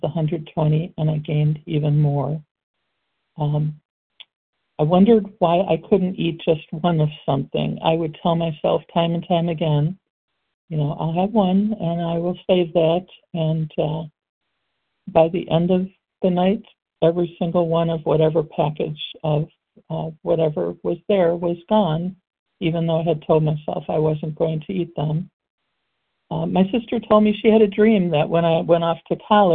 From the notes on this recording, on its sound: Qualification from the 100 Pounders Phone Meeting.